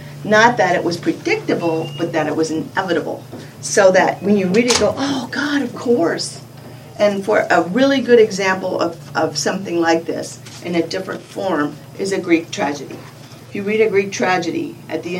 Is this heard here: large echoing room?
yes